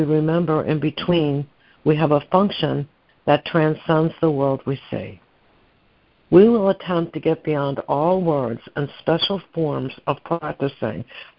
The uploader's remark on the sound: ACIM Daily Conference Call